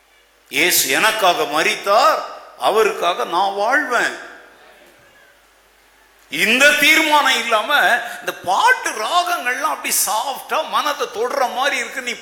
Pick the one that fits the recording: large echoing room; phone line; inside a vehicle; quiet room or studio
large echoing room